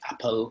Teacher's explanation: The farther north that you go, the more it becomes a P sound. The farther south that you go, the more that it becomes like a soft F.